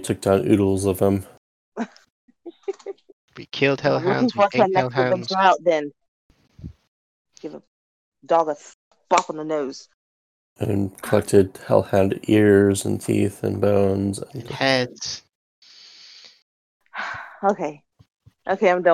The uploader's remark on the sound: This session did not record correctly and is of very low quality.